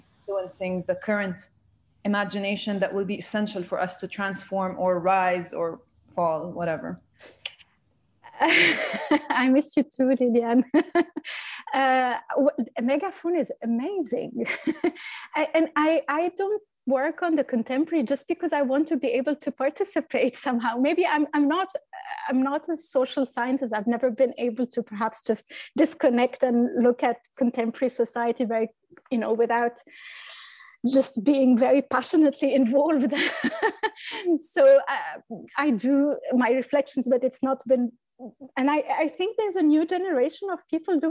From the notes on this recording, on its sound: Following the interview, there is a moderated town-hall-style Q&A with questions coming from the live virtual audience.